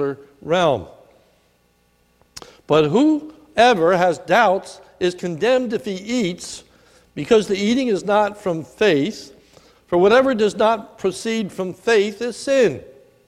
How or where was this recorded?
large echoing room